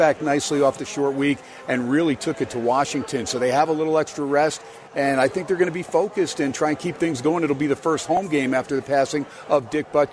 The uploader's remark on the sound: "Live" from #SteinersPub #LasVegas